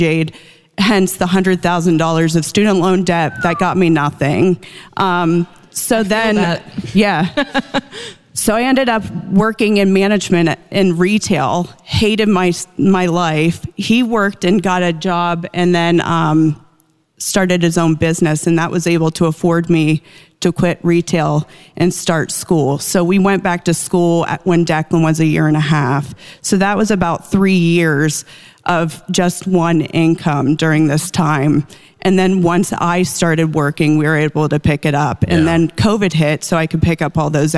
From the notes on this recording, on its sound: Take questions in front of a live studio audience in our new Ramsey Event Center!